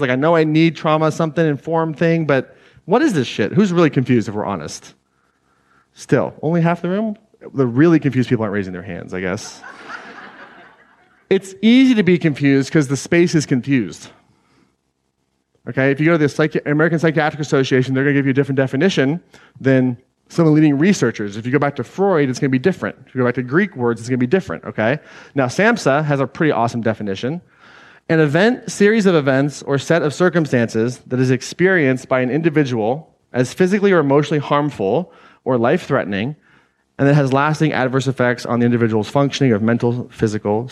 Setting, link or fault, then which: setting, live audience